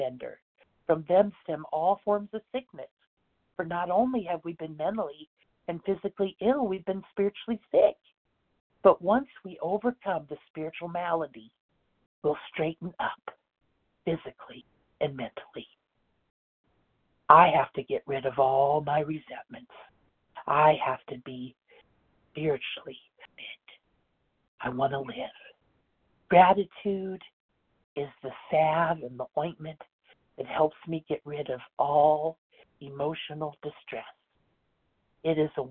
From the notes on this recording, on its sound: 100 Pounders Phone Meeting